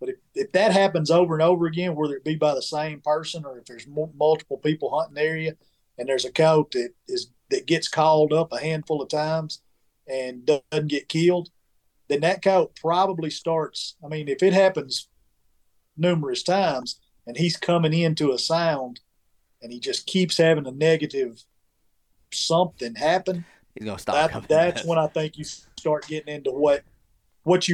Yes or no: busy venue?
no